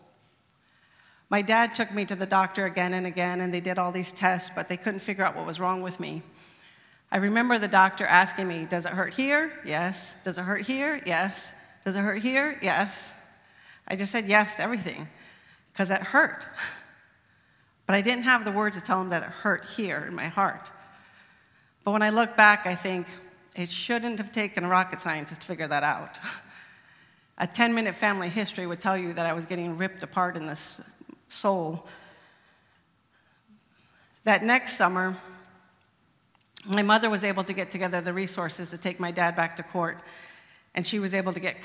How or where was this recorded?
live audience